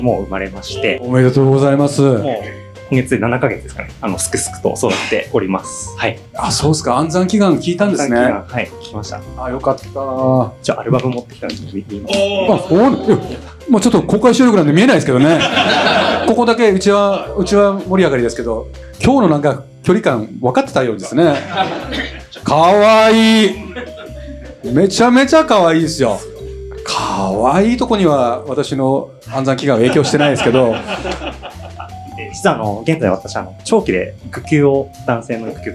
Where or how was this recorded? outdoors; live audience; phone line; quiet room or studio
live audience